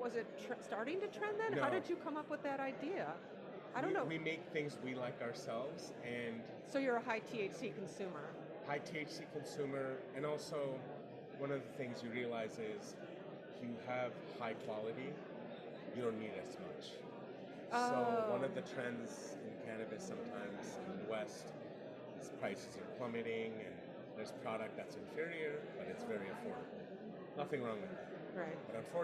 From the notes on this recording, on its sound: Today we record the podcast from the floor of the MJ Unpacked show in NYC